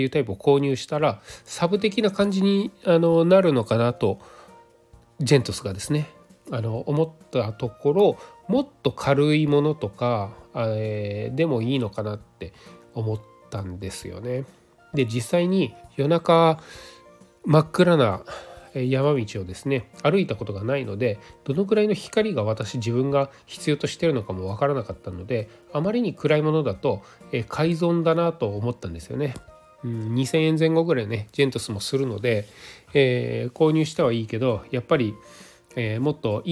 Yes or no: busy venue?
no